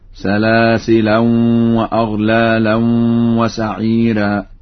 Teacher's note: فإن ورشا يقرأ بالتنوين في لفظ سلاسل هكذا